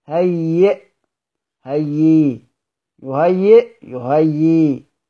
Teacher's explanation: والوقف على ذلك كله على الوجه القياسي بإبدال الهمزة ياء